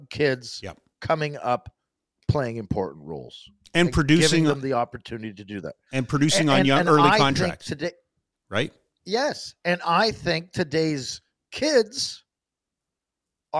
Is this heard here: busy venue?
no